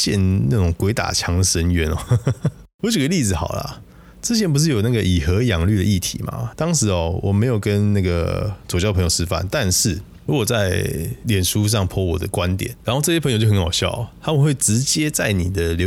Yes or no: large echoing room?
no